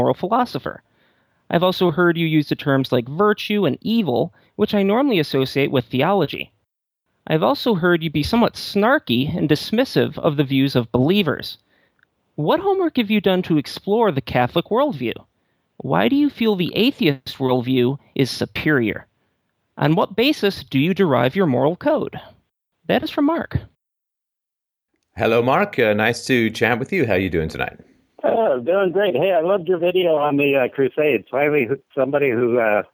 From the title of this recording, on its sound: Call In Show